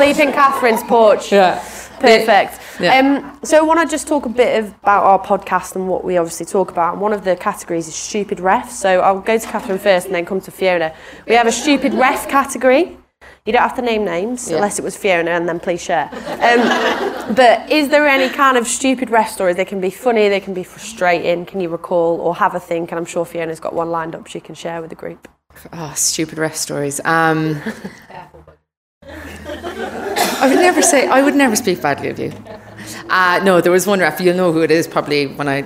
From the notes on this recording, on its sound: This is a LIVE panel discussion recorded at Avonmouth Claire’s RUFC in Bristol at the GrassRoots Festival.